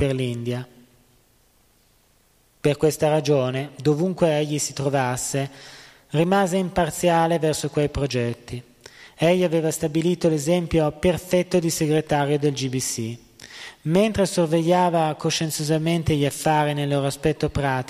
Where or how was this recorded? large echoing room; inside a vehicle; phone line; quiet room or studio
large echoing room